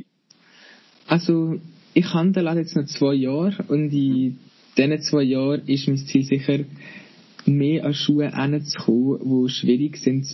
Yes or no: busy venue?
no